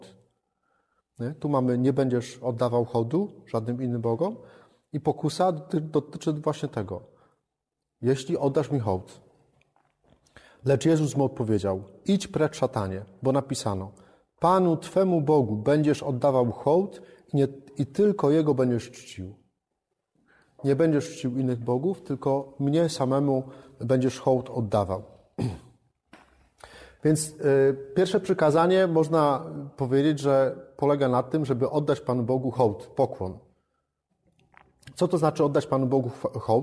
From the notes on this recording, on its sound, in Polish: Nagrania z rekolekcji i spotkań odbywających się w DA Resurrexit w Opolu